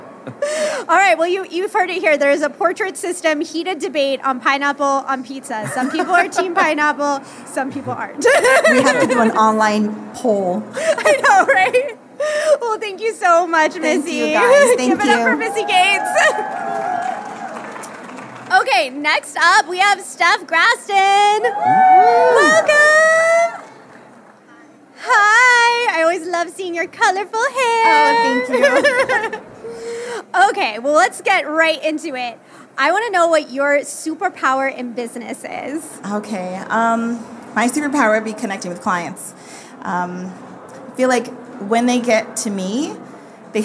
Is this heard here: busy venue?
yes